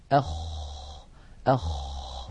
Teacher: فلا بد من إجراء هذا الهمس الذي هو جريان النفس أيضا الخاء حرف رخو يعني قابل للتطويل يجري معه الصوت